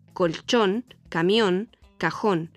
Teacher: el golpe de la voz más fuerte recae en la última sílaba de estas palabras · Term: acento